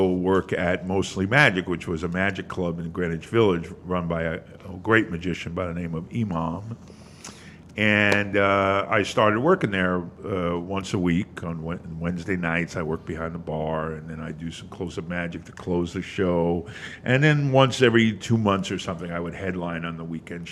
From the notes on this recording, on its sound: The Moisture Festival Podcast records on location at Hale’s Ales